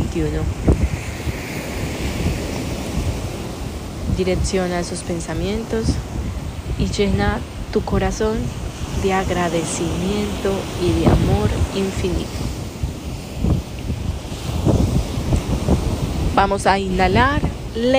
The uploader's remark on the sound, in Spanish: Con sonido de las olas de mar y del viento desde México.